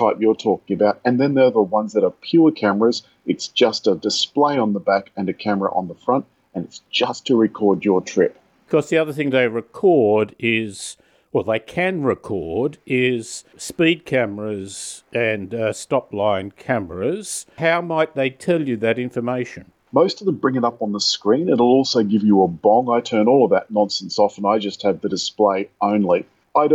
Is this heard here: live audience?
no